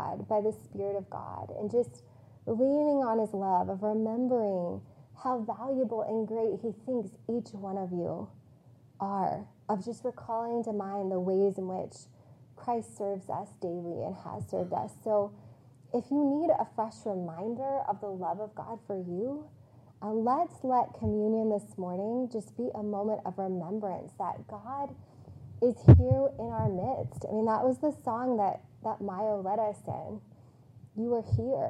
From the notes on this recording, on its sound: This message was preached on April 10, 2022, on Palm Sunday at CityChurch in Iowa City.